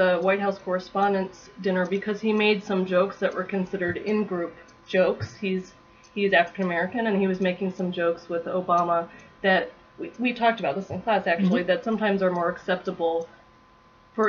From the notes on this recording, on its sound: This early episode suffers from lower sound quality, as we were just learning about podcasting.